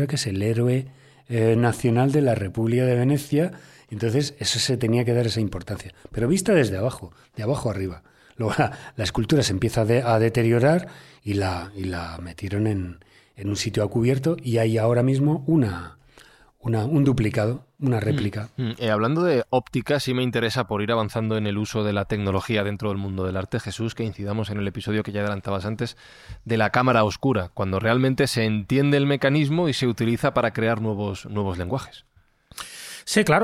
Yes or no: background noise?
no